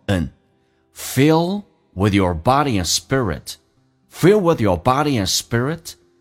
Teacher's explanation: and 不被强调，可以直接发成一个鼻音